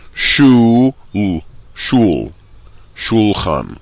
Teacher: Shul, lamid, has a shvanach under it. Therefore, there is no vowel sound, it's just the consonant sound of the lamid